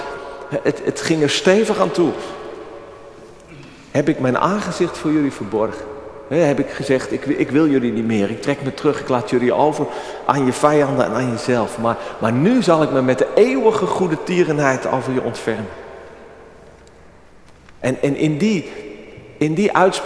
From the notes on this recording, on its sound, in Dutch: Opgenomen op 30 april 2023 in de Noorderkerk te Amsterdam.